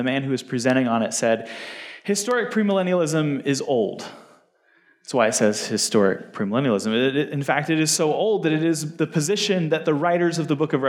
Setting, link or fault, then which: setting, live audience